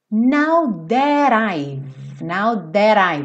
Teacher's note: I've, sem pronunciar o E, então para aqui no som do V